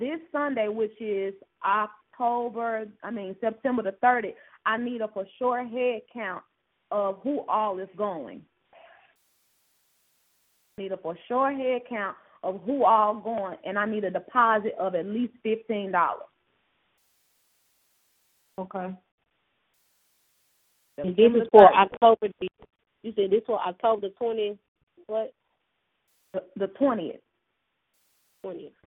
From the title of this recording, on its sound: Conference Call